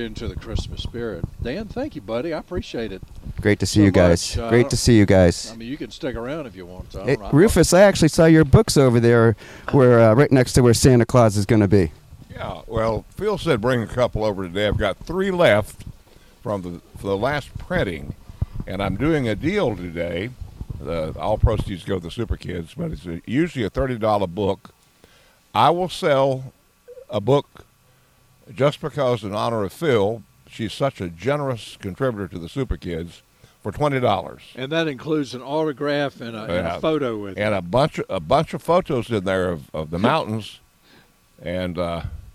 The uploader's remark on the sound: broadcasting live from Campbell Road Nursery